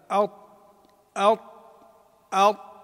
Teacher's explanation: حرف الطاء يخرج من طرف اللسان مع أصول الثنايا العليا